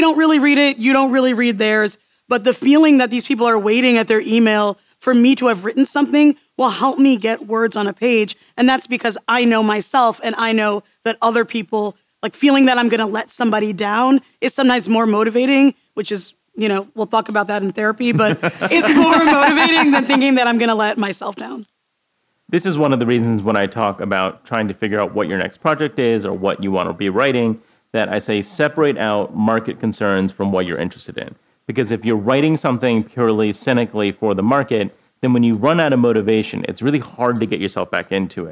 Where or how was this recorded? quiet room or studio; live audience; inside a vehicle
live audience